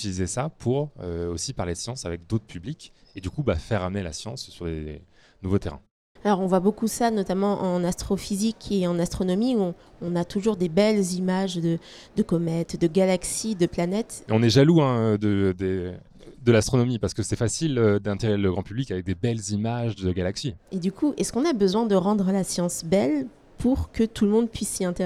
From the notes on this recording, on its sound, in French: Une émission enregistrée en direct des Utopiales